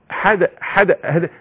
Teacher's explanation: الشده والجهر بيولد لي الاضطراب اللي هي قلقله